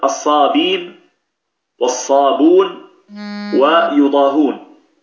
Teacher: هذه الثلاثة يقرأها قالون بحذف الهمز، أصلها الصابئين والصابئون ويضاهئون، فحذف الهمز فقط، الصابئين صارت الصابين حذف الهمز، الصابئون ويضاهئون هذه أصلها الصابون هكذا يعني كسرة ثم واو، فأبدلت الكسرة بضمة لمناسبة الواو التي بعدها، هذه في الصابون ويضاهون.